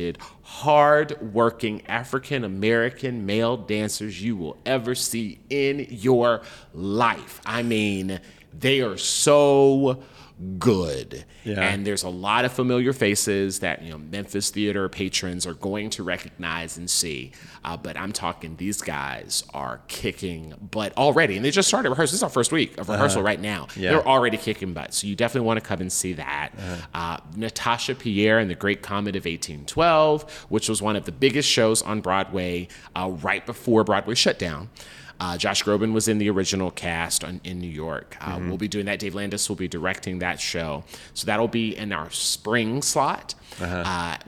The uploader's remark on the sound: Recorded December 8, 2022 in the Playhouse café at Playhouse on the Square, in Memphis, Tennessee.